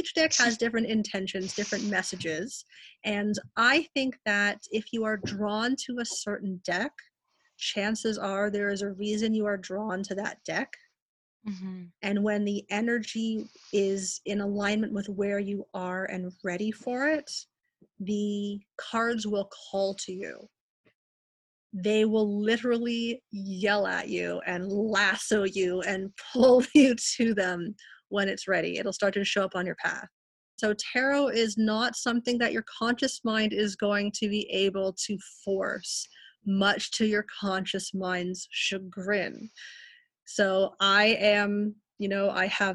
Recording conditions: video call